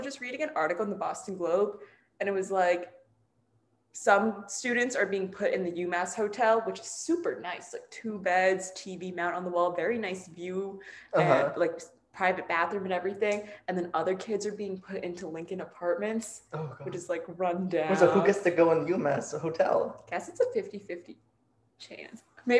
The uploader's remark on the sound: Don't worry, we've invested exactly zero dollars into improving our mic setup (as you will soon hear!). No notification dings this time!